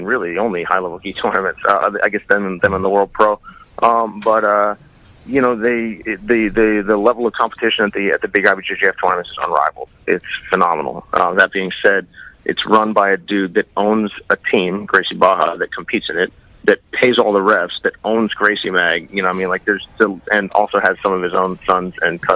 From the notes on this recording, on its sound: call into the show